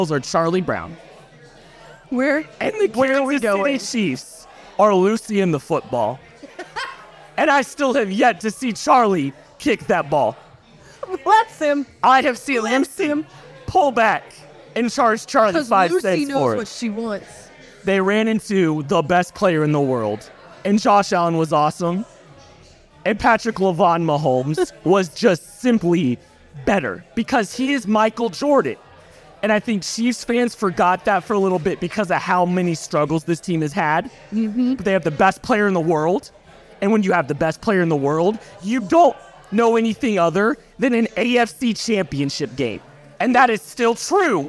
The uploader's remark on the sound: go live from Holladay Distillery